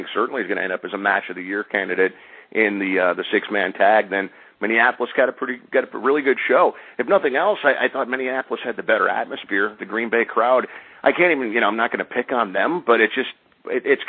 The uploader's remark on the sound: They discuss with live callers yesterday’s WWE Network launch.